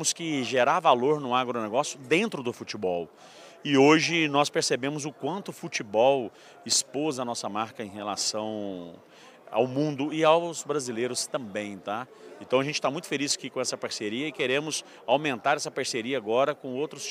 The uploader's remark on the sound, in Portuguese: Prosa gravada durante o ENCA 23, o celebrado Encontro Nacional das Cooperativas Agropecuárias, que está acontecendo aqui em Campinas.